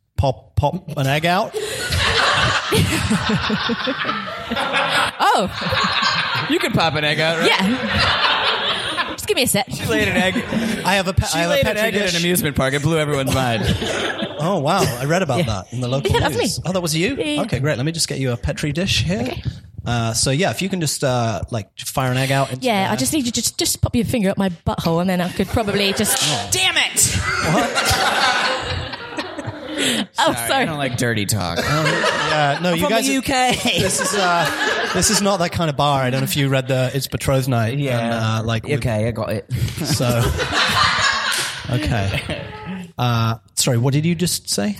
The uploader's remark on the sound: Live from London Town, The MEAT performs a live show upstairs at the Horse & Stables pub with the London improv collective C3Something.